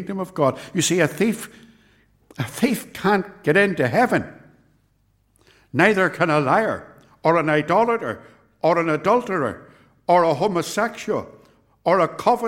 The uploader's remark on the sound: This sermon was preached at Ballymacashon, and at Templepatrick Reformed Church. It was recorded at TRC, and is reproduced here with their kind permission.